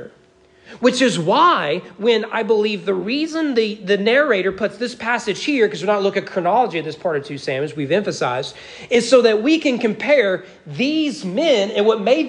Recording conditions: large echoing room